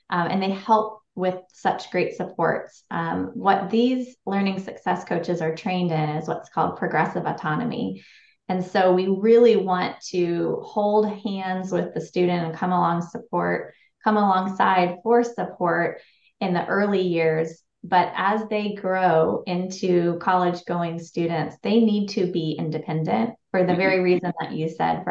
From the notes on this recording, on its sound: These episodes are recorded live using a webinar platform to encourage questions from alliance members and other listeners.